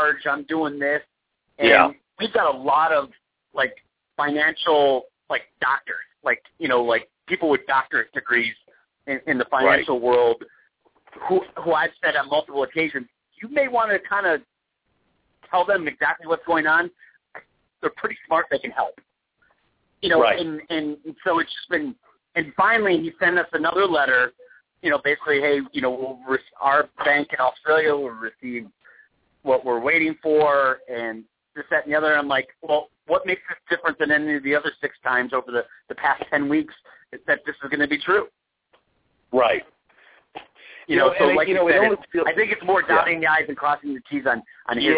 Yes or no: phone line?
yes